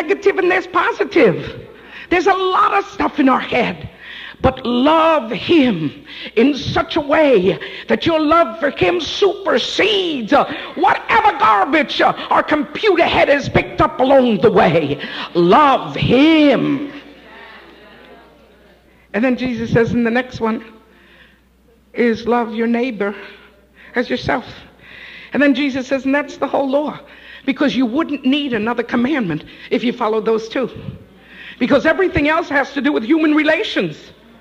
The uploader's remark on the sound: Live At The Love Of Jesus Family Church